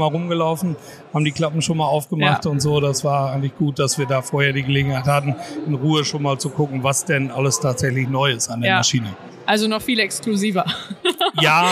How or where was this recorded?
busy venue